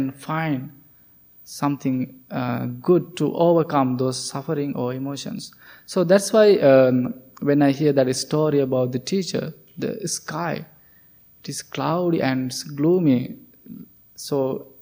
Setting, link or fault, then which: setting, large echoing room